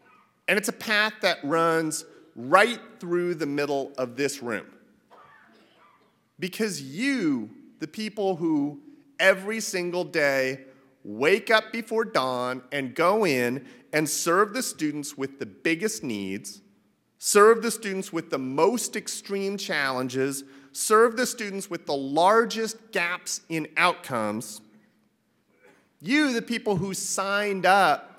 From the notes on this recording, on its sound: opening remarks at the SPED Conference and Joint RTI Summit